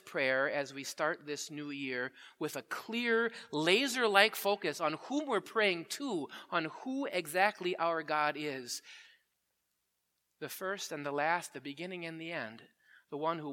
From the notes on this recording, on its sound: Preached at Grace Ev. Lutheran Church.